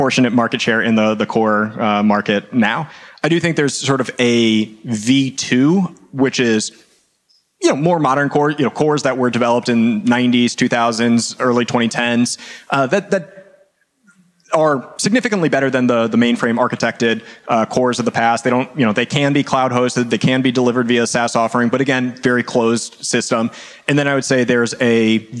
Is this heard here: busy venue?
yes